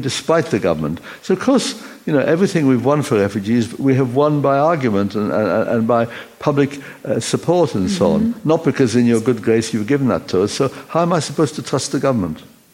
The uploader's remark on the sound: We recorded this interview at the Refugee Solidarity Summit in London, on stage in front of an audience for the first time.